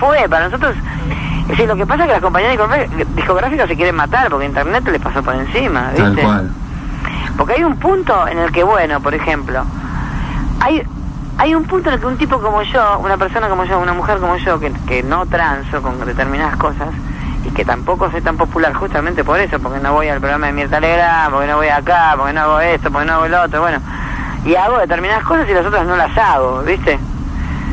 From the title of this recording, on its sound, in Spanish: Nota telefónica